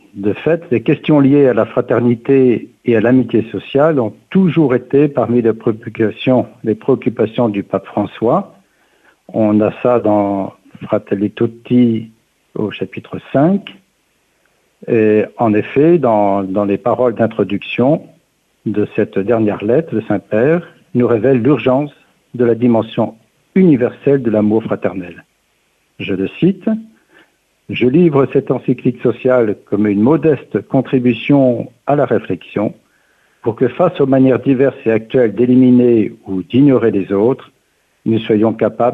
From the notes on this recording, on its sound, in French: reçoit aujourd’hui par téléphone